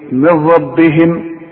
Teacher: النون بدغمها في الراء ادغام كامل بدون غنة